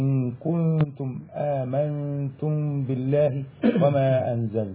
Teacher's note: النون إذا دخلت على الكاف والنون إذا دخلت على التاء في إن كنتم ده إخفاء حقيقي، حكم حركتين